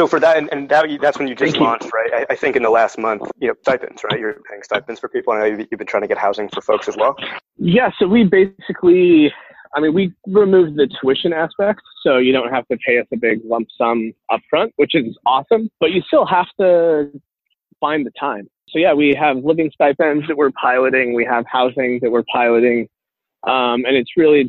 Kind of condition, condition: link, phone line